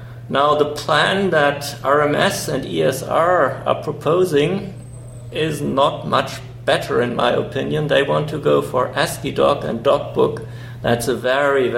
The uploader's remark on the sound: Recorded at BSDCan 2014.